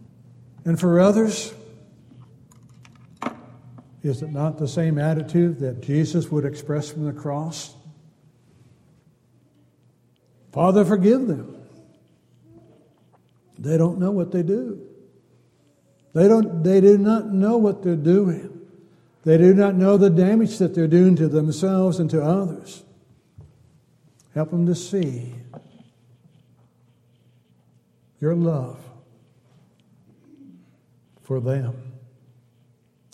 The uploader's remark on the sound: Downtown Church Of Christ Audio Sermon